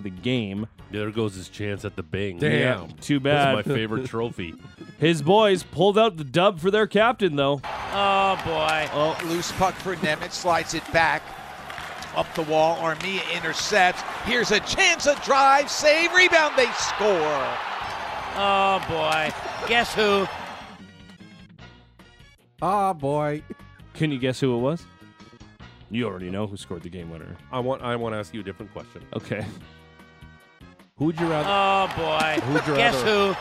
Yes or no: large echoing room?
no